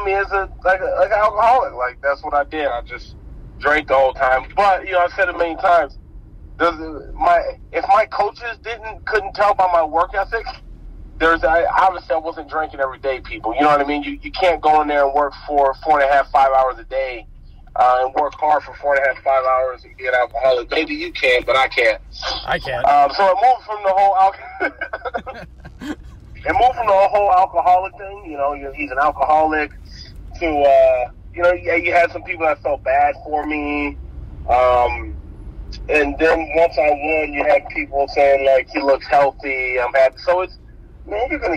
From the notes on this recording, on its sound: Oh yeah, this was recorded on the drive to school for pickup.